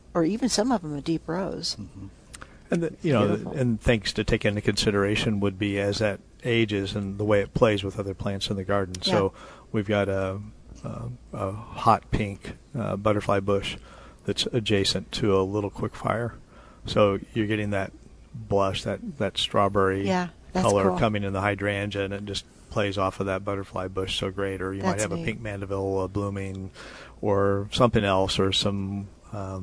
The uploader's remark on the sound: Plant Experts Live at Prairie Gardens.